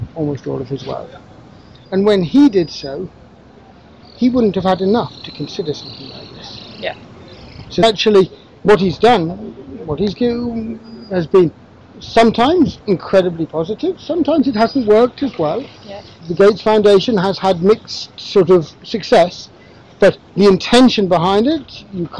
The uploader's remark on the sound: This episode was recorded outside on a mobile phone, and the audio quality reflects this. Recorded whilst traveling.